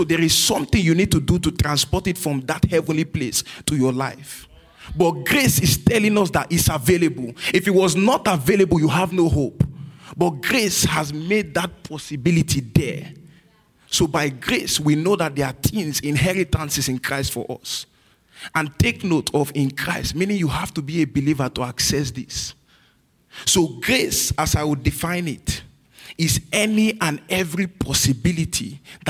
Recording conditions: large echoing room